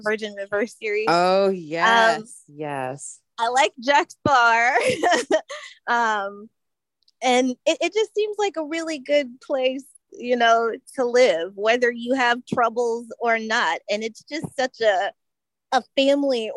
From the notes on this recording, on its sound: Originally Broadcasted June 26, 2023, on ACB Zoom